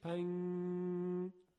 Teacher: ببینید پنگ پنگ، حالا همین رو یکم بکشید، پنگ، در حقیقت این اخفاءه، یعنی نه زبان رو میزنیم به مخرج نون که اظهار کنیم و نه ادغام میکنیم، حالت میانه داره و غنش یه مقداری طول میکشه، صدای نون به شکل غنه طول میکشه